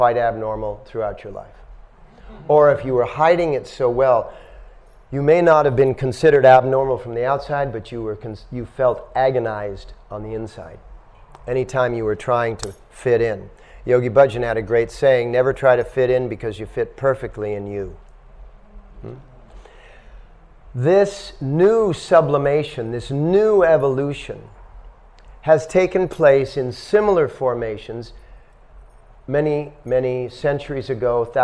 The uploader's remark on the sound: At The Dharma Temple – Vancouver | Lecture 1